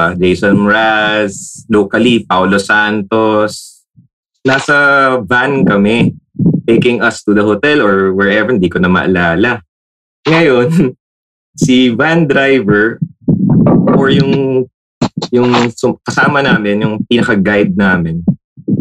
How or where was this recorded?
video call